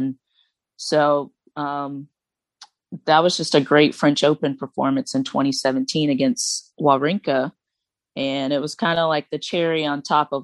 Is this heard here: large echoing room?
no